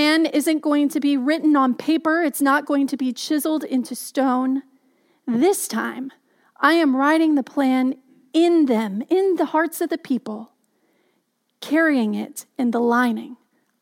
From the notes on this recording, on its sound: Message delivered during the Contemporary Worship Live Stream.